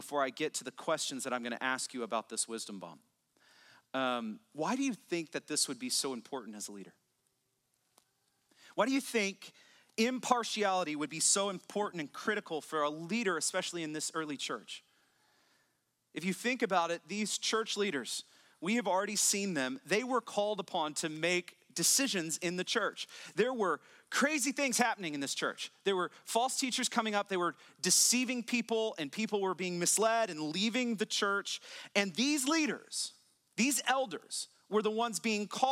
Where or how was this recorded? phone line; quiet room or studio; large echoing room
large echoing room